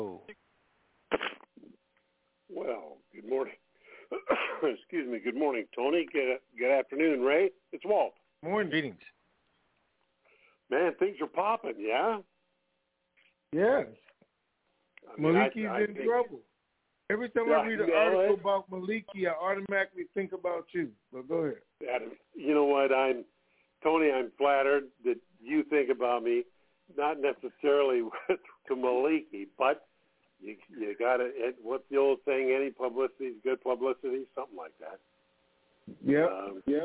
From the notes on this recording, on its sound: TNTSuperfantastic Conference Call